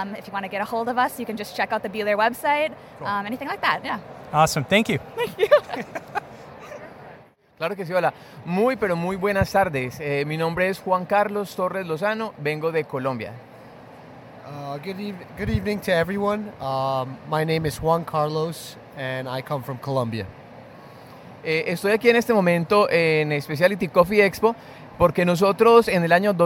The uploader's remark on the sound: I found myself on a last-minute flight to Boston for the SCA Expo this year. Host an open-mic style interview with any coffee loving person I could find.